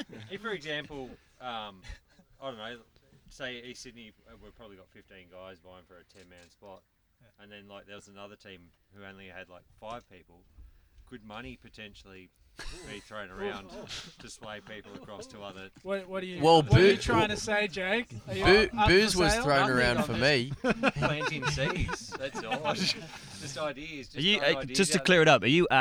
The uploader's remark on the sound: The boys are coming to you live from Whomp Camp 2019 with a huge panel of special guests.